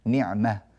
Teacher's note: أما التاء المربوطة فيوقف عليها هاء